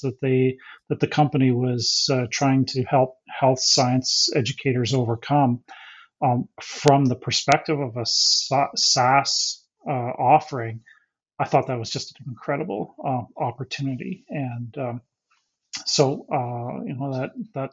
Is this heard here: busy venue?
no